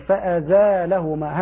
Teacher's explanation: قرأ الإمام حمزة فأزالهما يعني بتخفيف اللام وزيادة ألف بعد الزاي، فأزالهما هكذا.